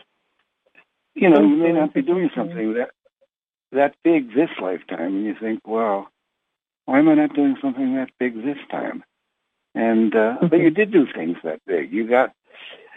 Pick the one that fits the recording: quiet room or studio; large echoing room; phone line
phone line